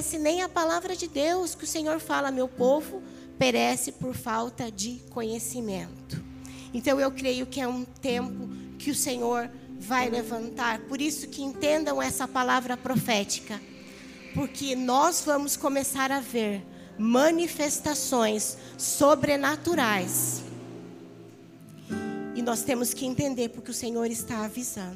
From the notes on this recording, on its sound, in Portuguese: Áudio do Culto de Domingo do dia 14/08/2022.